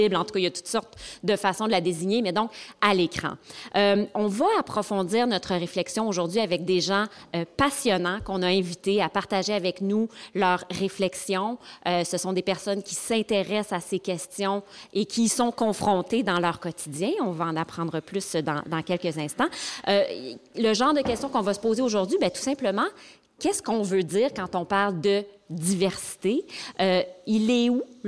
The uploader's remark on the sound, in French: Cette table-ronde est enregistrée directement de la Capsule, durant le Festival cinéma du monde de Sherbrooke, au printemps 2019.